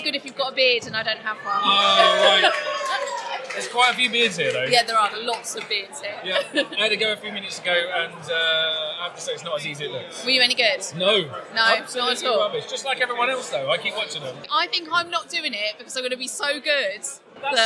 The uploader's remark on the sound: LTSMG TAKEOVER. Recorded a takeover show interviewing all of the sponsors and delegates and even got to try some axe throwing.